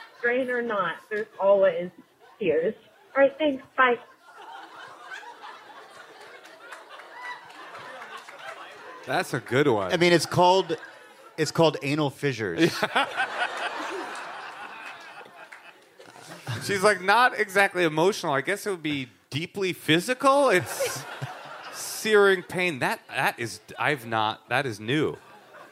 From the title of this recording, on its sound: Live from Portland